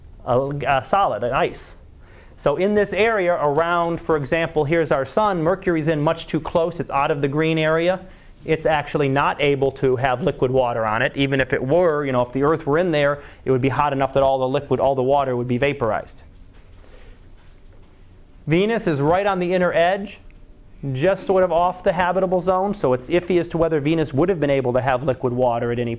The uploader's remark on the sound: Live Class Lecture